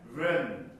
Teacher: この N の音2個あります。しっかりと鼻に入れてください